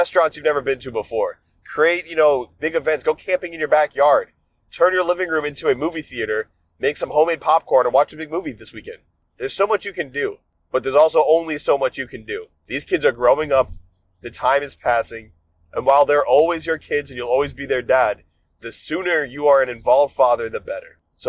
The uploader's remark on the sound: In this episode I recorded some thoughts I had while driving home